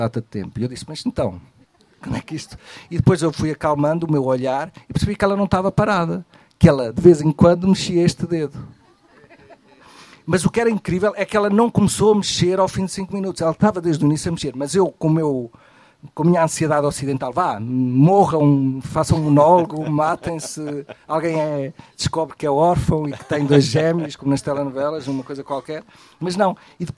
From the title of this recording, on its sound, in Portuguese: Uma conversa na Maratona de Leitura